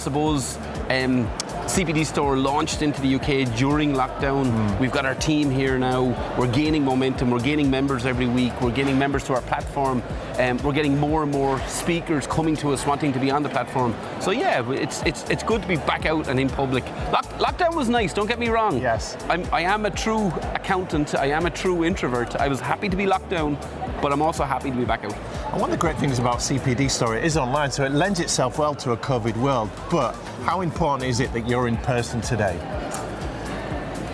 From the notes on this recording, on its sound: Live from Europe's Biggest Event 'Accountex'. A series of live interviews from Accountex 2022 in London recently. AIBN were the official broadcast partners of the event.